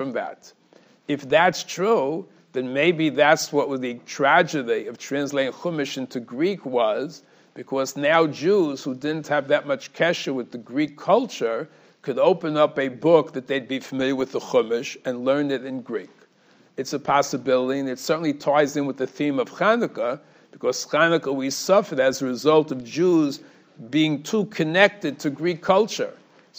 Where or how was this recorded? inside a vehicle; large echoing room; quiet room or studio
large echoing room